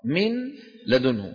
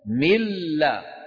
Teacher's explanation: سكون، واللام كانت مخففة. لما أدغمنا لم يبقى في النطق نون، شو صارت؟ انقلبت إلى لام، وأدغمت اللام في اللام · Shown in: second take